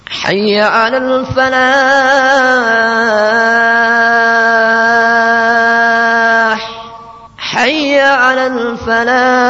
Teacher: Al-falah dibaca 2 sampai 6 harakat, karena di situ juga mad harf disukun.